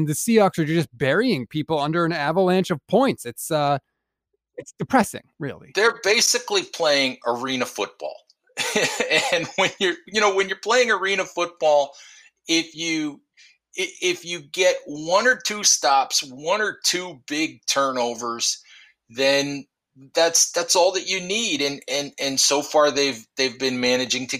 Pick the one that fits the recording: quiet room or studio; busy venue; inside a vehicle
quiet room or studio